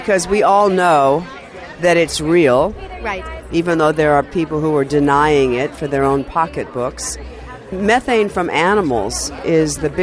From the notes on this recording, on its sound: We are Live on the Red Carpet at the legendary Paramount Studios in Hollywood, CA